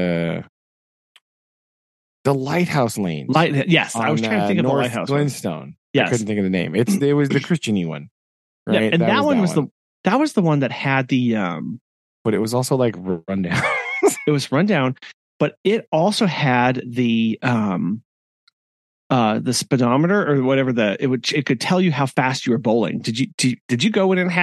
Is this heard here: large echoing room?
no